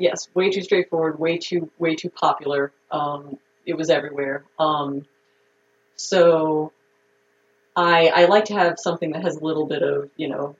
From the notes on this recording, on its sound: Please excuse our sub-par audio quality; we promise it gets better in future episodes!